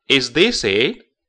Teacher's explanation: This 跟 it 要连读